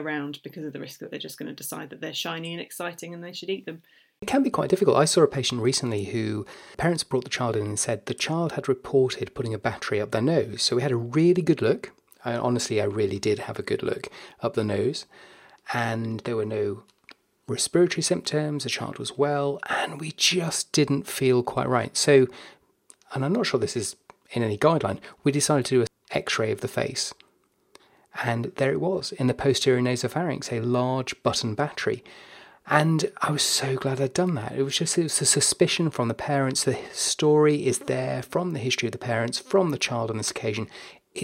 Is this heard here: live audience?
no